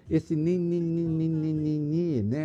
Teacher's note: Essa consoante nasal, alveolar, sonora, que traduz a negação.